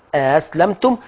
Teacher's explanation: الهمزتين اتفقوا في الحركه يبقى ليا تسهيل